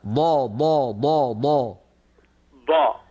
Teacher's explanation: الضاد من حافتي اللسان، ولا تتكئ ولا تضغط على طرف لسانك الامامي